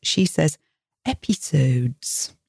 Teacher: The vowels are all much tighter, more formal somehow. · Term: received pronunciation